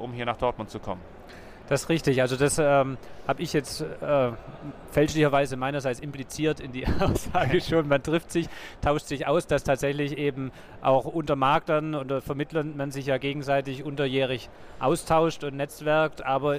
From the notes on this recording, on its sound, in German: Da die Aufnahmen direkt auf der Messefläche gemacht wurden, ist der Ton ab und zu nicht in gewohnter Qualität